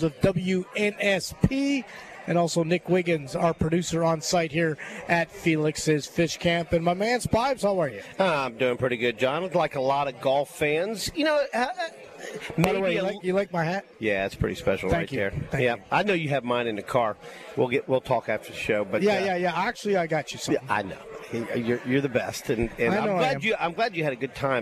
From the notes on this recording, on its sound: LIVE From Felix's Fish Camp!